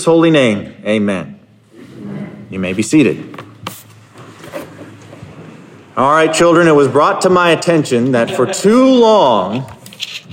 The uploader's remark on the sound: Sermon Preached 10/16/2022 at Covenant Heritage Reformed Church in Hampton, Virginia